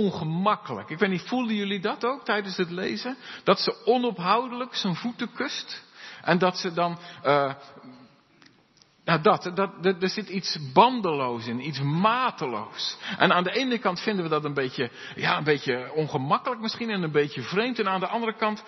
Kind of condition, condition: setting, large echoing room